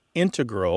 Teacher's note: You mainly hear integral with the stress on the first syllable among mathematicians and specialists in scientific fields that use a lot of math.